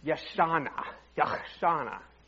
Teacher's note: And the A's overlap, you combine them, you get Yashana